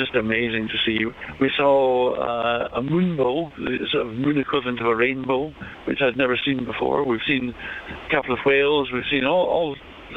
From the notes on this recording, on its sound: BBC Radio 2. The call was done live from the boat in the Atlantic via satellite phone.